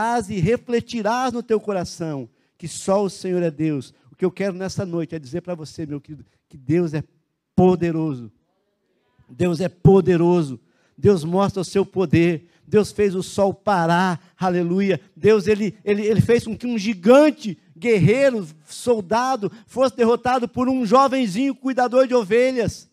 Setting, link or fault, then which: setting, large echoing room